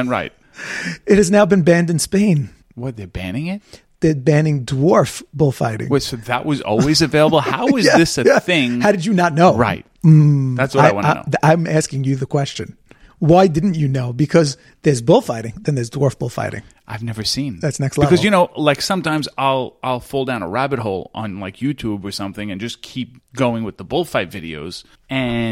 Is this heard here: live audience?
no